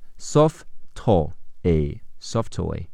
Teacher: 听力中，soft 的特和 toy 的特会连在一起读